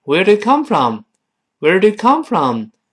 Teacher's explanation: Where do you come from?读得很快的时候，同样那个 doyou，不是 do，do，do，yeah，yeah，那个 you 变成 yeah，yeah，这个声音，元音弱化了